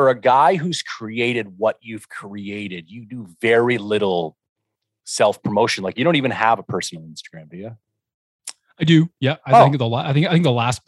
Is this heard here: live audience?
no